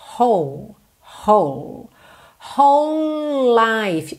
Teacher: Eu junto tudo aqui porque é como se eu tivesse dois L's ligados, já que o E do whole não é pronunciado, tá?